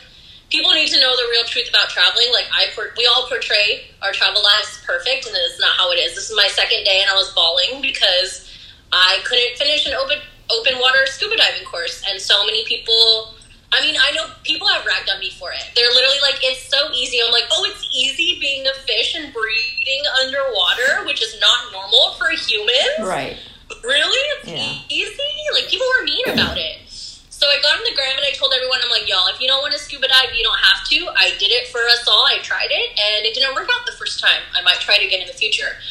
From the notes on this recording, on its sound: we got together via IG Live to record an episode